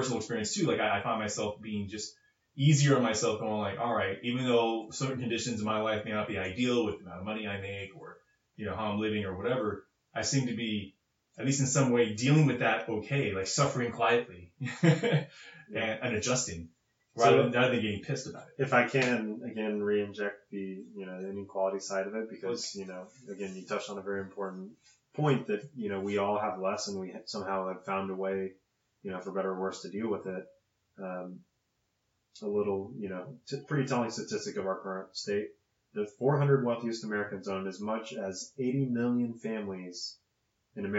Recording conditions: poor sound quality